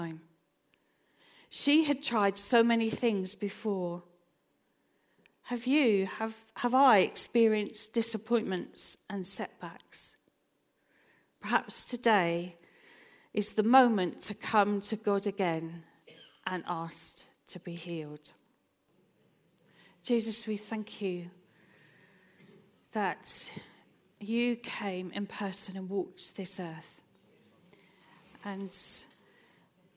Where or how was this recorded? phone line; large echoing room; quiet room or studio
large echoing room